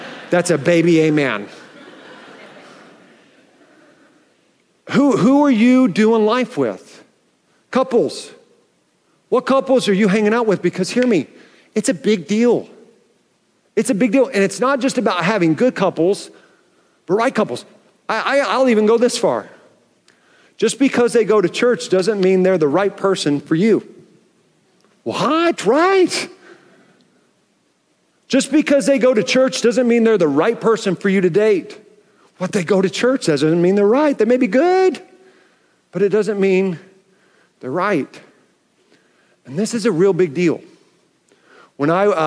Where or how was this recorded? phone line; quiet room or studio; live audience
live audience